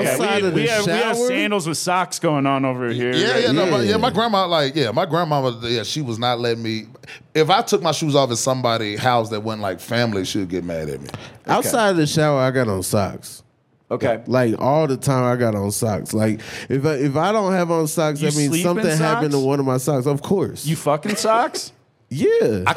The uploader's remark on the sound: live from the Vail Comedy Festival